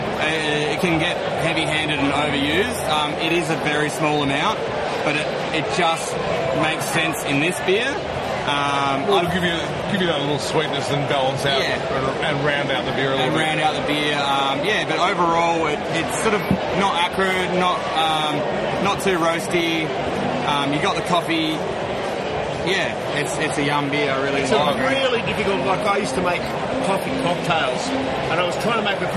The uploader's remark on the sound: It's the second episode we recorded at the 2023 Williamstown Beer & Cider Festival. It's a live recording so there's a bit of background noise.